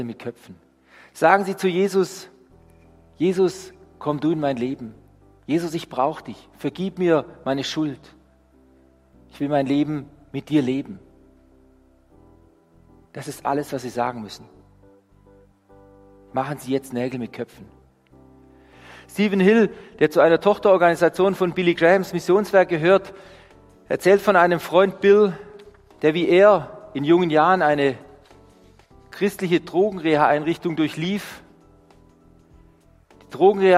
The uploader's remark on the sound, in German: Die Predigt aus dem Gottesdienst